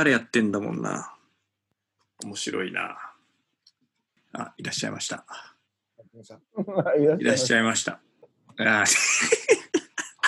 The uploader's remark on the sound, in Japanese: 今回もZOOMを使ってのリモートで風を吹かせました。そしてZOOMならではのハプニング。